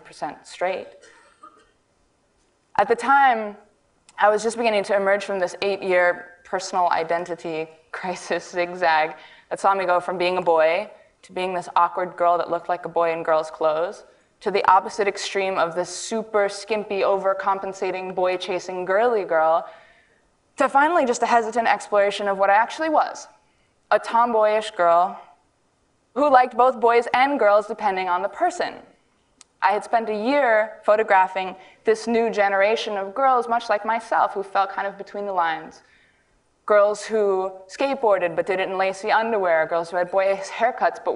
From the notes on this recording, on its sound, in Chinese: 录制于 TEDxWomen